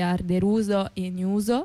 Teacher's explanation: Le A finali, tipo arderosa, così si scrive enusa, in realtà sono delle O aperte, quindi arderuso, enuso, e le O in mezzo alle parole sono delle U, diciamo le nostre U, quindi c'è la tu e c'è la clerun.